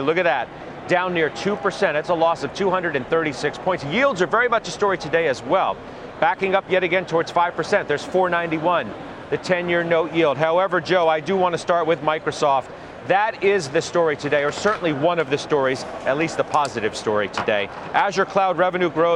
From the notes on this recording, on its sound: live from the Charles Schwab IMPACT conference in Philadelphia